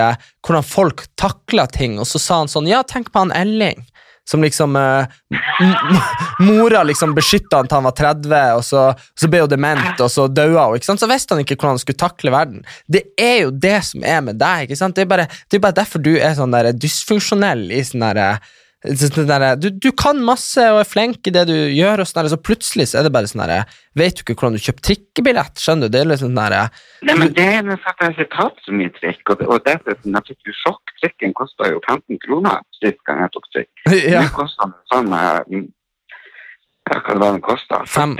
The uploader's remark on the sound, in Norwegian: Denne episoden er spilt inn over telefon